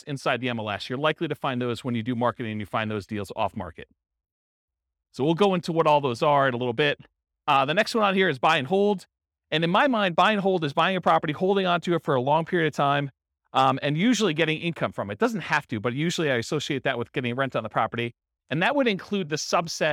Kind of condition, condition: setting, live audience